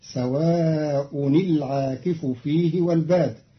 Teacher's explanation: قرأ قالون كلمة سواء برفع الهمزة